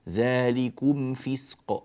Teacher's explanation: الميم ساكنة وبعدها فاء، لا يجوز الإخفاء. بعض الناس يقرأها ذلكم فسق، لا ما فيش إخفاء هنا، ذلكم فسق، الميم مظهرة والدليل على ذلك السكون الذي نراه على هذه الميم، ذلكم فسق، فسق نبين السين ونعطيها زمنها ثم نأتي بالقاف مقلقلة.